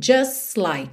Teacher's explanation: o T do just não costuma aparecer, então soa just like, você já vai do S direto pro like